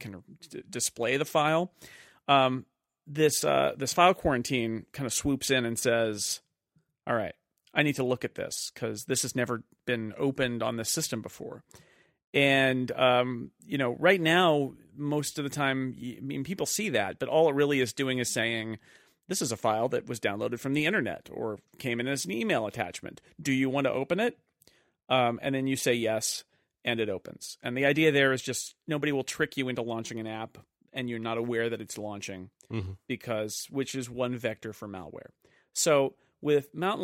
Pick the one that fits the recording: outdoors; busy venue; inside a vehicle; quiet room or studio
quiet room or studio